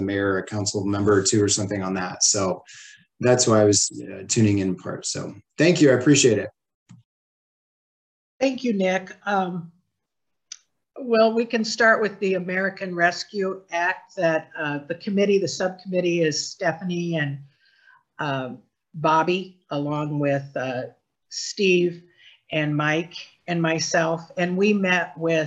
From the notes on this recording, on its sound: University Heights City Council Meeting. Was held on Zoom.